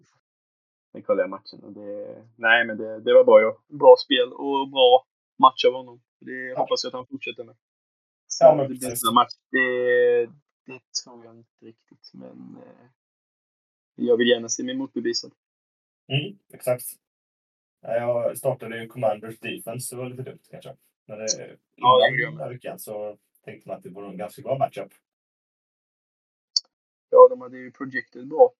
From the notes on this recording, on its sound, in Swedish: Ljudkvalitén blev tyvärr inte den bästa